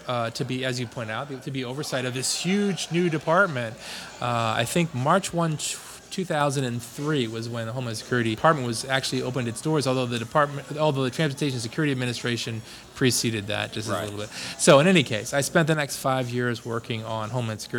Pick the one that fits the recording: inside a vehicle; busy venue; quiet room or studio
busy venue